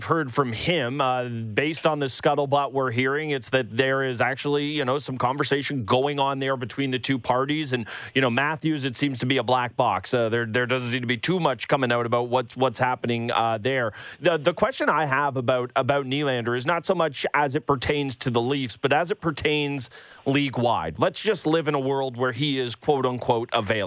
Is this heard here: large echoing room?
no